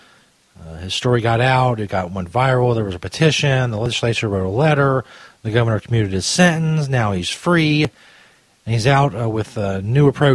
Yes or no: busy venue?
no